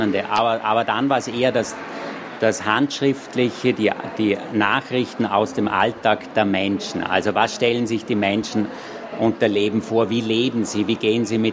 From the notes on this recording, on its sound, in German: Leipziger Buchmesse 2023. Auf der Bühne in Halle 5 der Leipziger Buchmesse.